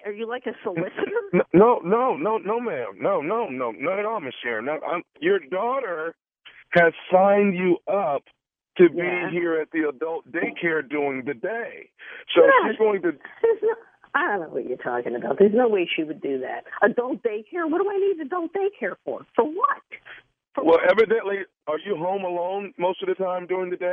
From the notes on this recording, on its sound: This was not your normal prank phone call.